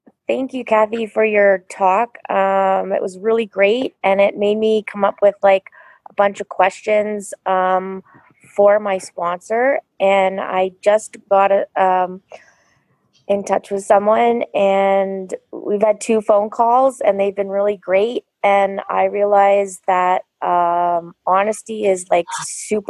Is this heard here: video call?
yes